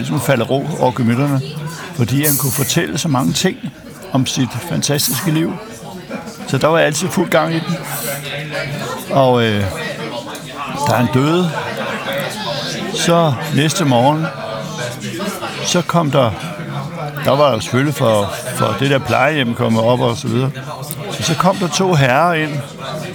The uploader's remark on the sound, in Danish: Optaget på Nimb Brasserie, Tivoli, København.